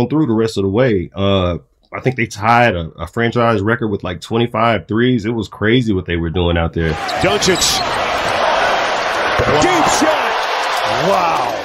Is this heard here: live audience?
no